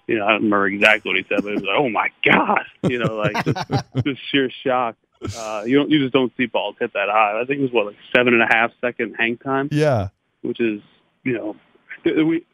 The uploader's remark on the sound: called in to the Ben and Skin show